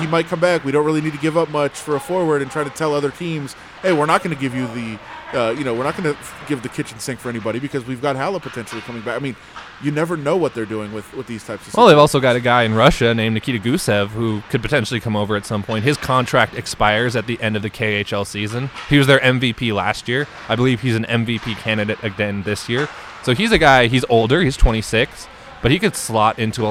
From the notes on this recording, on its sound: We are on location at City National Arena